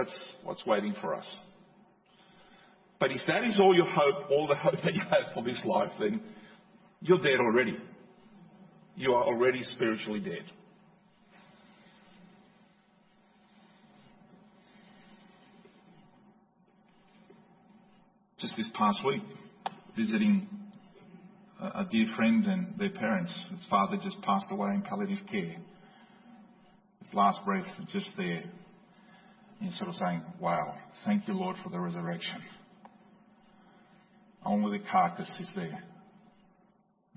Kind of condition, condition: setting, large echoing room